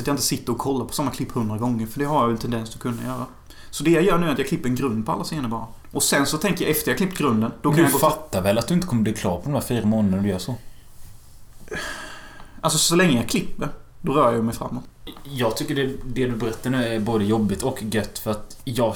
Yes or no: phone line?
no